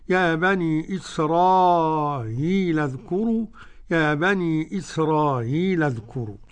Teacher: قرأ بتسهيل الهمزة مع المد أربع حركات والقصر حركتين